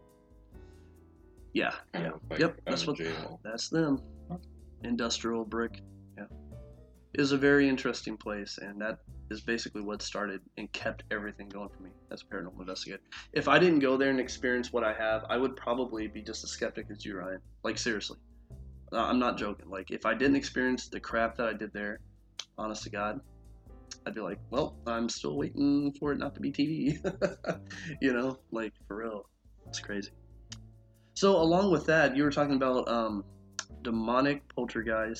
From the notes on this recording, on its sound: Minor audio quality issues.